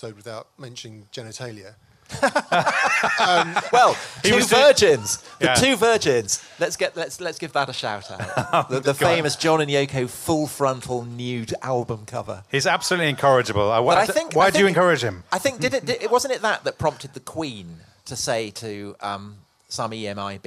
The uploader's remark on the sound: live at the Chalke Valley History Festival